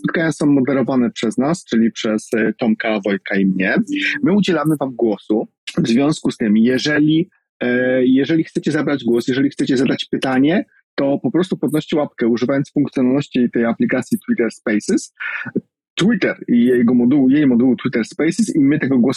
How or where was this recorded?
video call